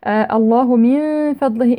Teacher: إخفاء النون الساكنة عند حرف الفاء